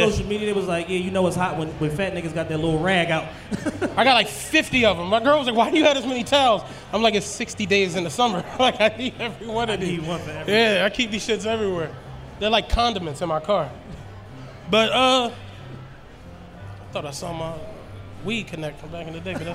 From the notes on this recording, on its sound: Live from The Podcast Stage at The 2018 Roots Picnic